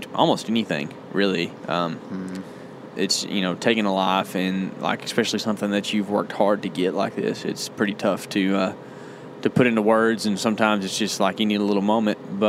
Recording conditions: inside a vehicle